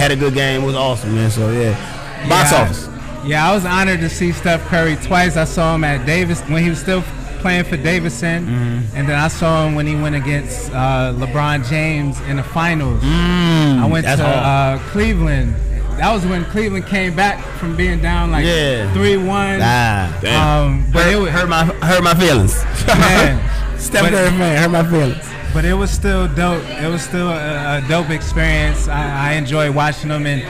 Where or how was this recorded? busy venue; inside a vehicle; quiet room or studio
busy venue